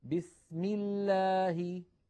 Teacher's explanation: أما إذا سبقت بكسرة فإن لفظ الجلالة ترقق لامه